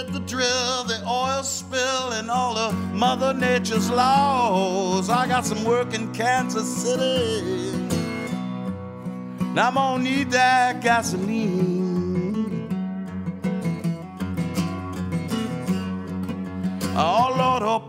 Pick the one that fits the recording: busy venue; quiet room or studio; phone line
busy venue